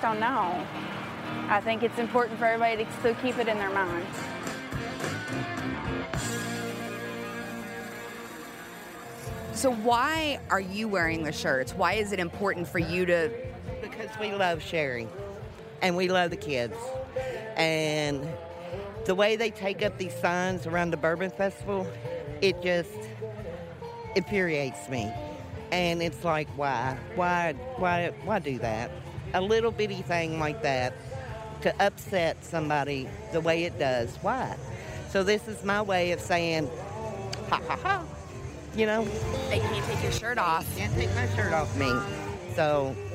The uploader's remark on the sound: Live Update from the Kentucky Bourbon Festival